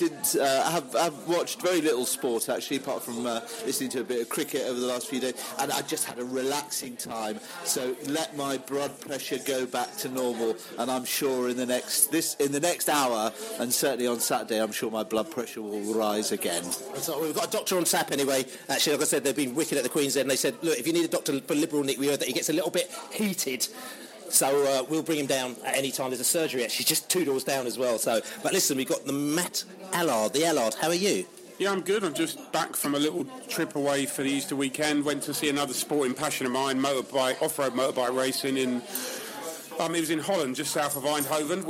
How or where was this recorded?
busy venue